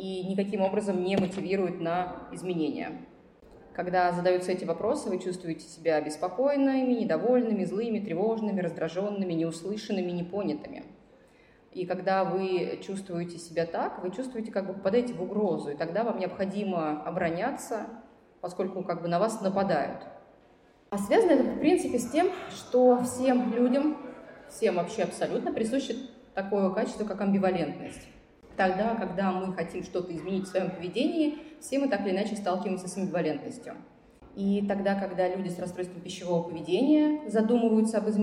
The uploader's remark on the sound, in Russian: Мы записали этот эпизод на фестивале психологического просвещения PSYfest, который проходил в Благосфере с 20 по 22 мая 2022 года.